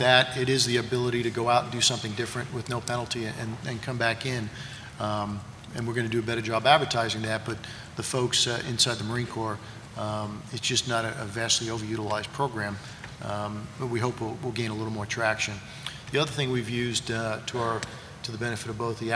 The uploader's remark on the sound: This week's program is an abridged version of a panel discussion at the annual Sea Air Space conference with the personnel chiefs of the Navy, Marine Corps and Coast Guard.